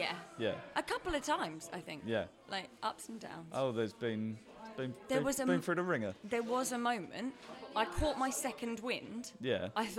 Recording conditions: busy venue